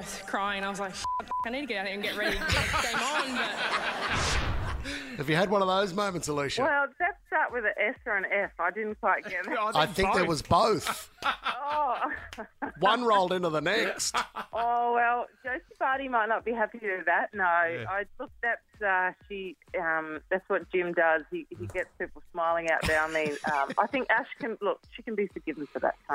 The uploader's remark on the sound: on the phone this morning